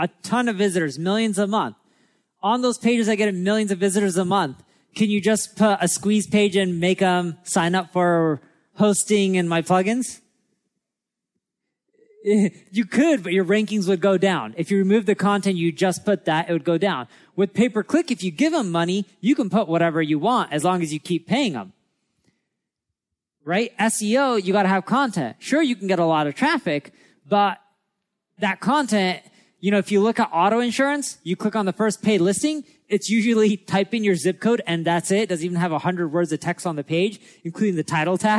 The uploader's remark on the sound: Recorded at our Marketing School Live event in LA.